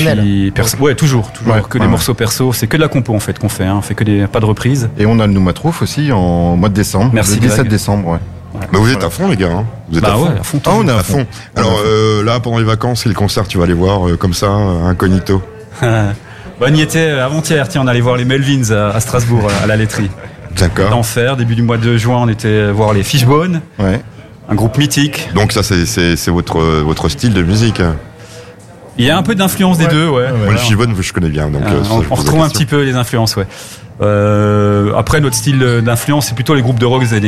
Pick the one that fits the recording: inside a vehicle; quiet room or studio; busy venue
busy venue